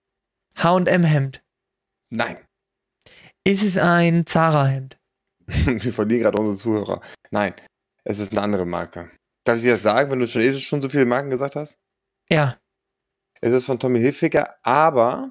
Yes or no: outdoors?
no